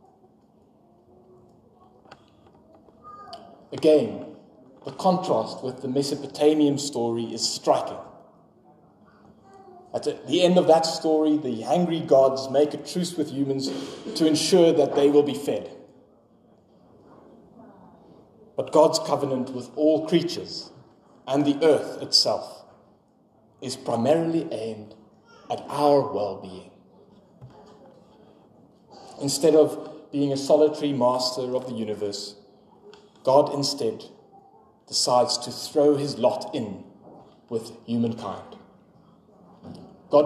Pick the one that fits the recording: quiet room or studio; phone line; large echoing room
large echoing room